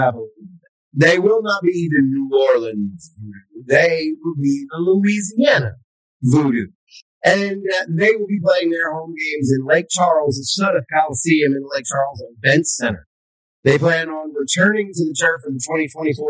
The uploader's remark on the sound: We experienced some technical difficulties during recording